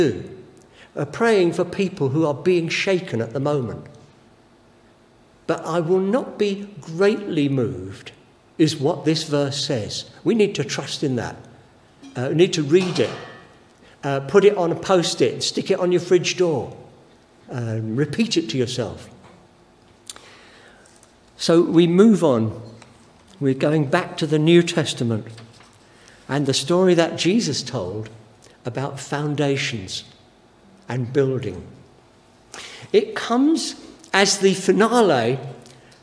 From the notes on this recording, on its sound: Given during the Oasis Church Live Stream